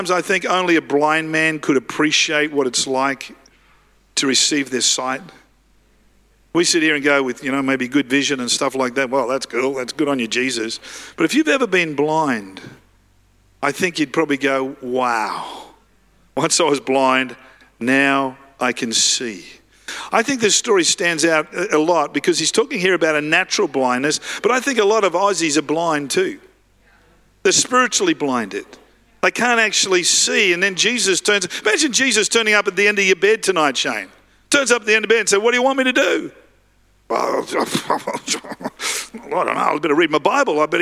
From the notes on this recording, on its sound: Live at Freshwater Church.